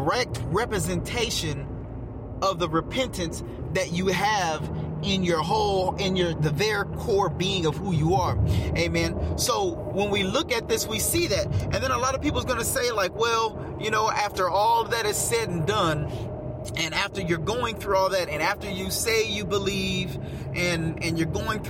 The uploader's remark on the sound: Get in the car with me and let's take a ride.